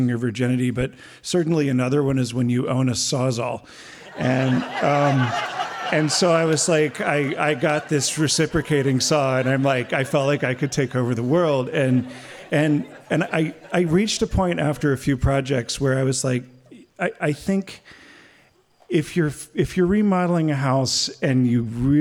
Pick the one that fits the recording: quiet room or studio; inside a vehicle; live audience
live audience